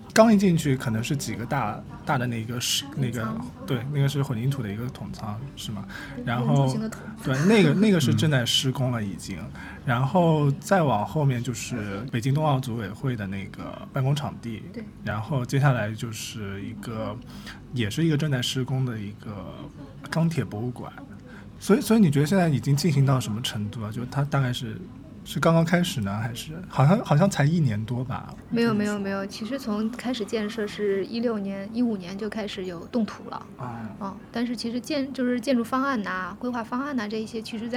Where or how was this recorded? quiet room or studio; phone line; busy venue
busy venue